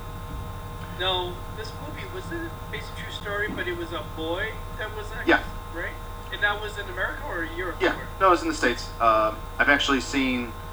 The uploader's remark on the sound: Apologies for the bad audio quality. This is our first time doing a trial run.